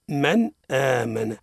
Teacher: ساكن وإلا التنوين أتى بعدهما حرف من حروف الحلق الستة أظهر أظهر النون أو التنوين من غير غنة طبعا · Term: الإظهار